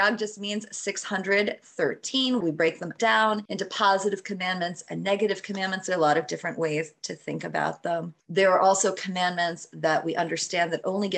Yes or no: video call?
yes